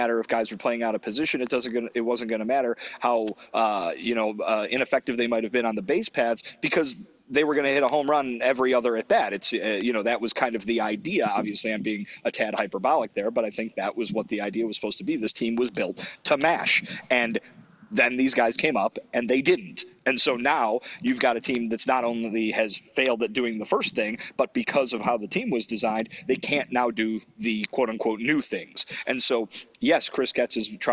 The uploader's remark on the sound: LIVE from the GM Meetings in Scottsdale, Arizona